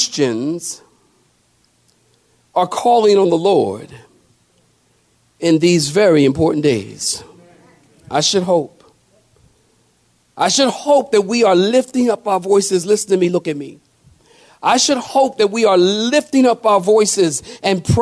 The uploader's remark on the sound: sermon preached at Calvary Chapel Cary.